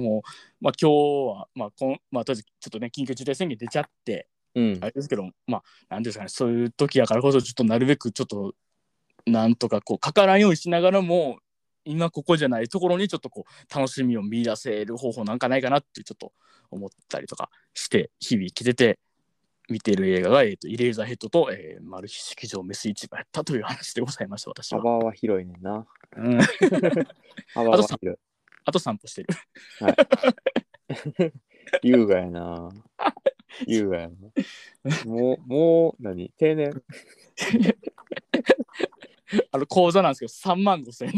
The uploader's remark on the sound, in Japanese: 第45話もリモートでの収録です。